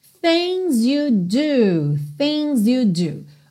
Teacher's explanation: O G do things não é pronunciado, por isso está pintadinho de cinza.